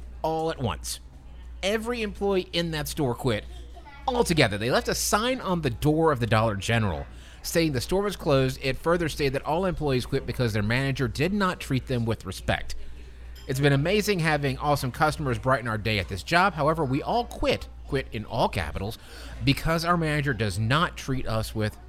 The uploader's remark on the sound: LIVE FROM MAIN STREET PIZZA